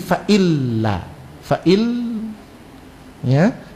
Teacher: Langsung ke lam, langsung melebur ke huruf lam tanpa didengungkan · Term: idgham